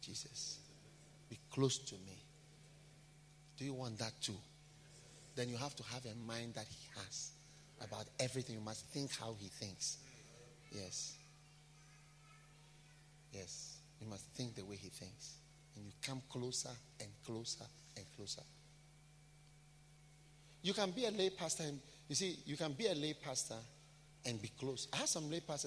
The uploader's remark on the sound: Preached at a BENMP service in London, UK on the 22nd of April 2018